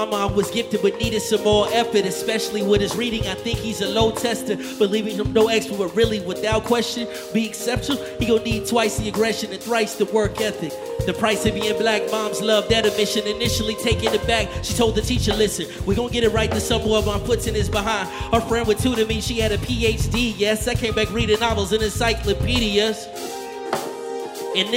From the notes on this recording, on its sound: This performance was recorded from the 2021 Garfield Park Arts Festival.